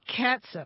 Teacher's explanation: S-U-P with that, that vowel is a schwa sound, right? Not a long ooh sound.